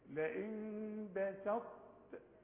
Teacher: اقلب النون لميم مع الاخفاء بالشفايف مع الغنة، اقلاب مع الاخفاء مع غنة.